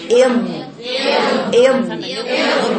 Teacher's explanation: يصل رأس يرسل رأس اللسان إلى صفحة الثنايا العليا، وما زال الصوت مستمرا أثناء الاندفاع، ثم يتضاء مدة يسيرة ثم ينتهي. إذا استمرار صوت الضاد هو الرخاوة